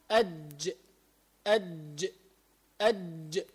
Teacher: من وسط اللسان مع ما يحاذيه من وسط الحنك الأعلى يخرج منه الجيم ثم الشين ثم الياء